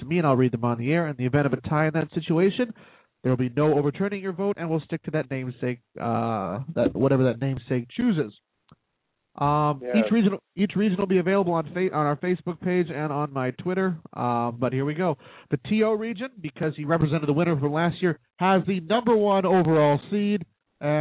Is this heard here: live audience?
no